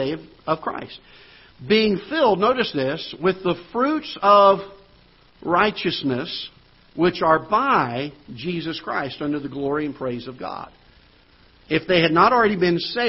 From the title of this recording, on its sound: Ketha Heights Baptist Church ~ Live Broadcast